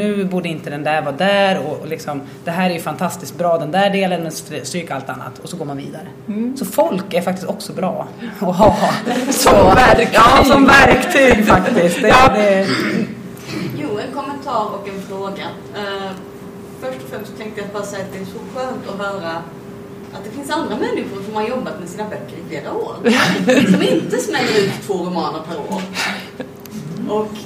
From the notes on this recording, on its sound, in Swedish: Panel på Swecon 2015 – Confuse i Linköping.